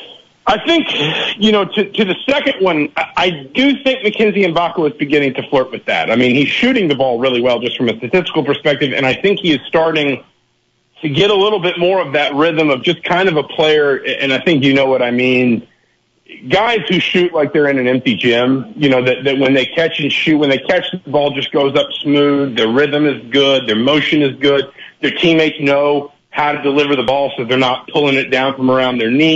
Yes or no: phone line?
yes